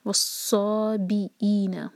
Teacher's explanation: ص مد طبعی دو حرکہ، صابئین ای اگین مد بدل ہے.